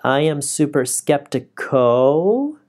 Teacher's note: 为什么我们这里的音调要上升呢？就是因为我们要表示我们的话还没有说完